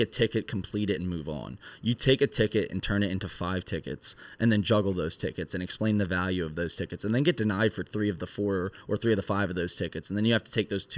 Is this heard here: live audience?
no